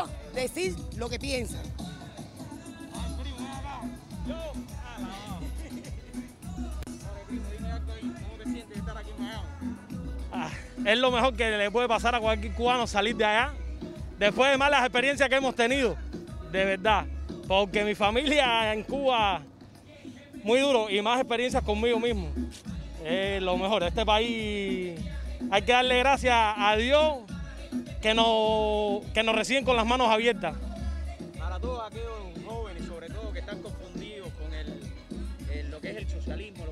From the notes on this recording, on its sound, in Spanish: Entrevistas en el Free Cuba Fest 2020.